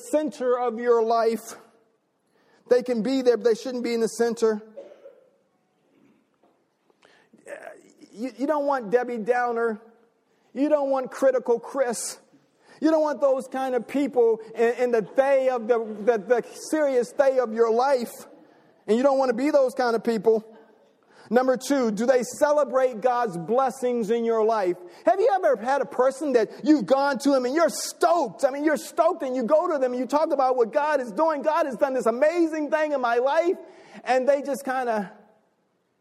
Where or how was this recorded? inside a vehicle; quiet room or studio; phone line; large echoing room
large echoing room